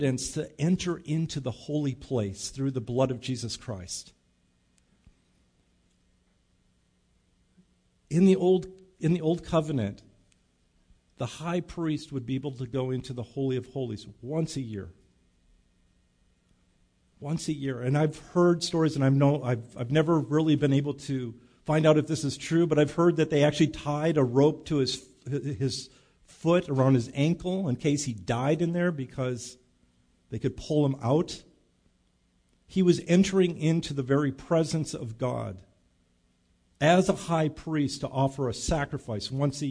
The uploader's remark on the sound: Recorded live at Bethany Bible Church on 5/19/19